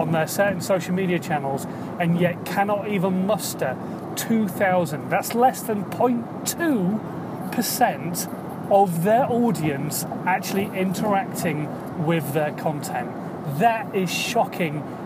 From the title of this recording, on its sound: In my Car